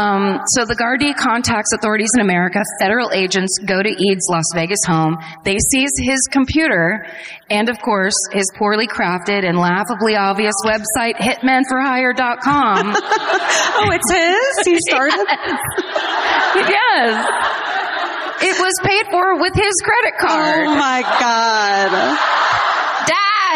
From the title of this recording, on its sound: Live at the Bord Gáis Energy Theatre in Dublin